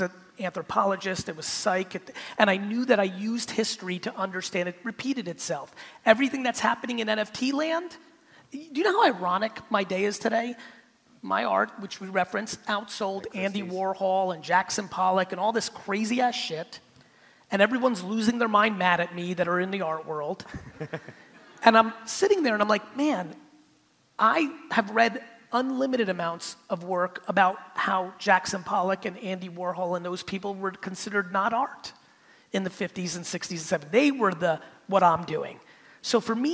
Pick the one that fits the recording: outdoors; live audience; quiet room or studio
live audience